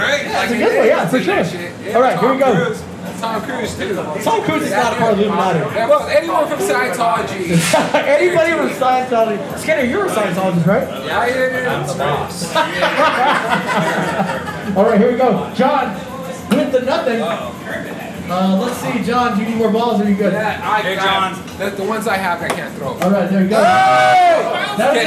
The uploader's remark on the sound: Celebrate St. Paddy’s at Clandestine brewing! They host the very first ever beer Olympics at Clandestine Brewing located in San Jose, CA! This is a live audience episode with audience participation!